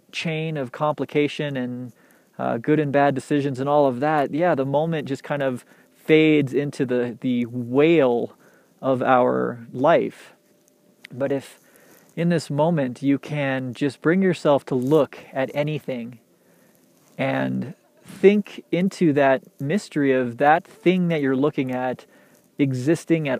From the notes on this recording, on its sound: Recorded on the side of a mountain, in the trees in waist deep powder